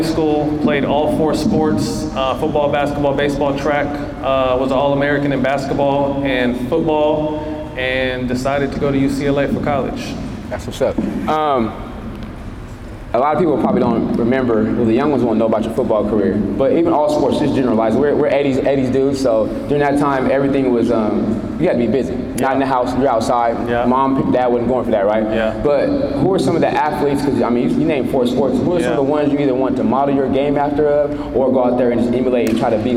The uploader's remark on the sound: joins us live at his basketball camp